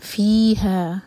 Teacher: فی اور ہا دونوں کو 2 حرکہ کھینچنا ہے، دونوں مد تبعی ہیں.